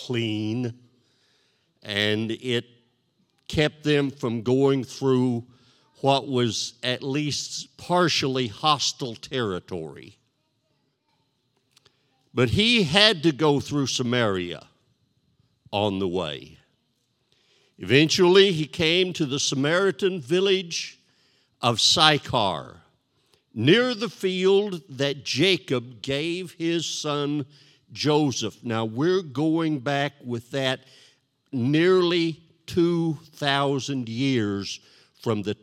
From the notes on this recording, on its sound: This sermon was recorded live on Sunday, August 15th, 2021 at Newark United Pentecostal Church.